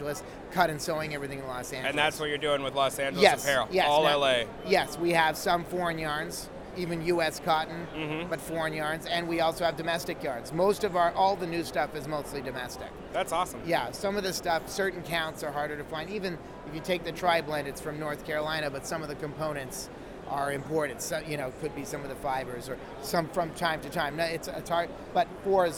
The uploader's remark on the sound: Live from ISS in Long Beach! Recorded Live at ISS 2018 in Long Beach CA.